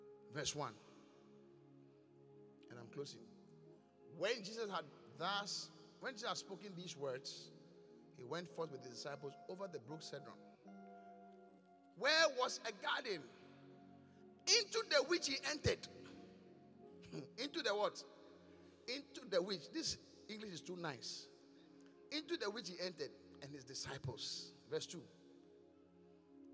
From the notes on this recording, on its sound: Preached at The Qodesh